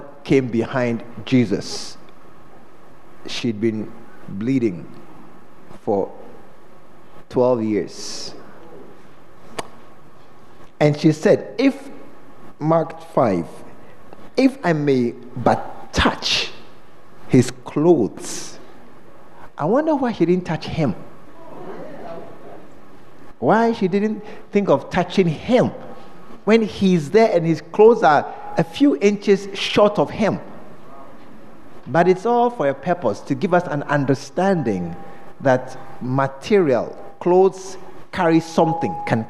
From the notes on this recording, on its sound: during The Special Visit Convention at The Fountain of Life Cathedral